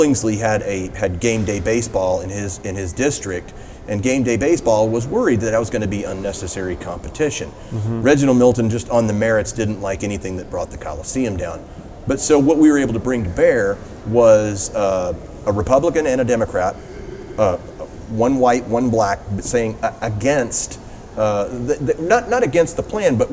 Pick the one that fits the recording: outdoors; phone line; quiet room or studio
outdoors